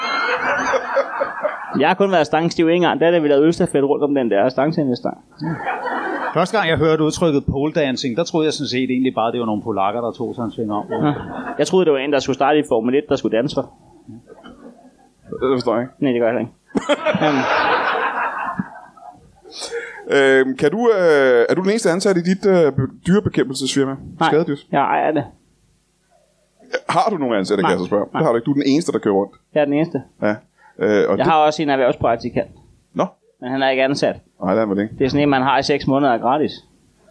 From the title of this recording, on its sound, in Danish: LIVE fra Kolding